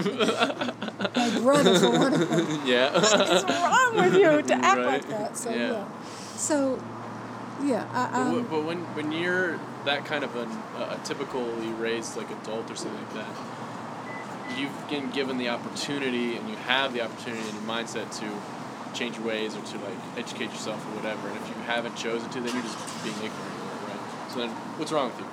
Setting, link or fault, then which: fault, sounds in the background